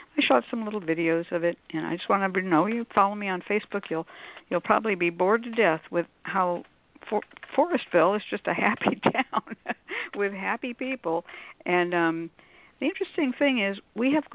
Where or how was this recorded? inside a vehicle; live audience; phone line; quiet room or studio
phone line